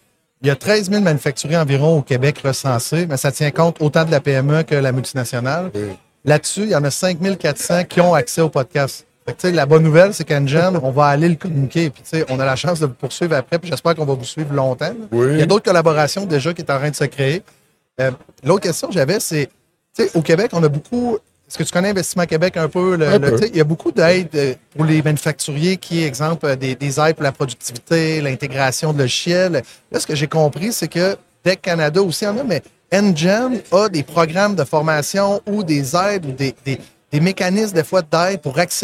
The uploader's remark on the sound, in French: en direct du N3 Summit Toronto